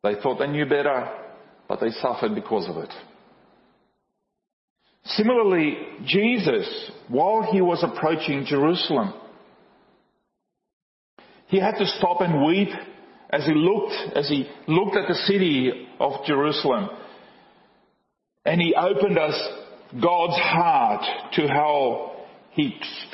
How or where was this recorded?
large echoing room